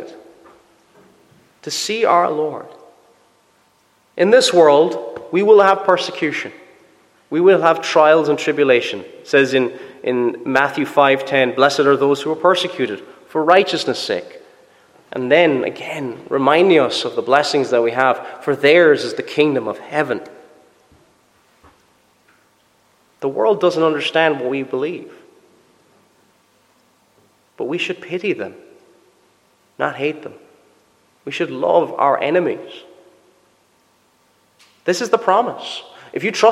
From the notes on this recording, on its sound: Preached at Rathfriland Reformed Presbyterian Church